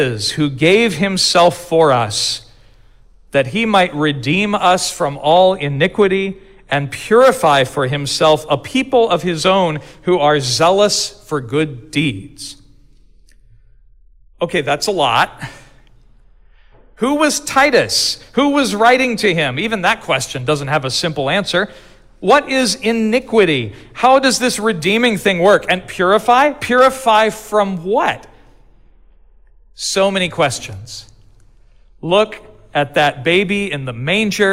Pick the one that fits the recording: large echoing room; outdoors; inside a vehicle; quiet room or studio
large echoing room